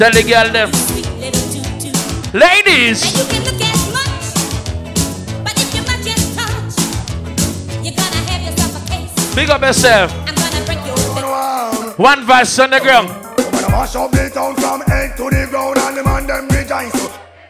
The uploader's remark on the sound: Live In Mary's Resort Bartica.